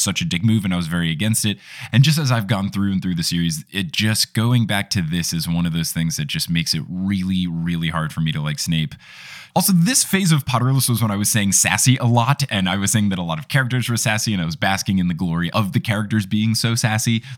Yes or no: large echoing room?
no